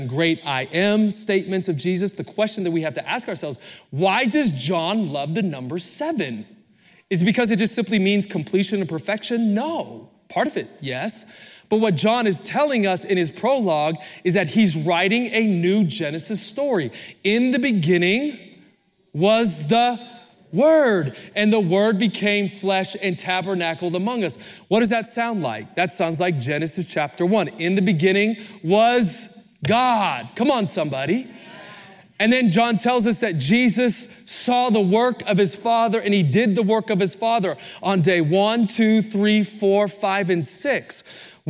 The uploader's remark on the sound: Recorded Live at Capital Church in Meridian, Idaho